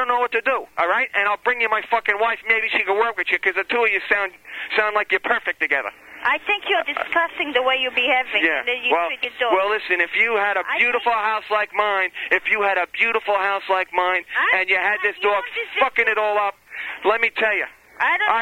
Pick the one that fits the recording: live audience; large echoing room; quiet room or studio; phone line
phone line